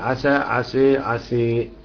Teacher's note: ما فيهاش حاجة وصلا لكن وقفا فيها إمالة وفتح تقليل